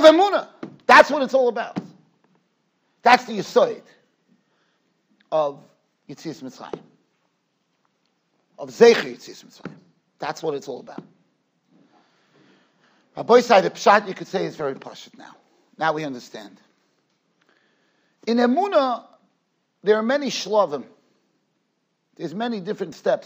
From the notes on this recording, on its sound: Shiur recorded in Yeshivas Ohr Reuven, Monsey, NY.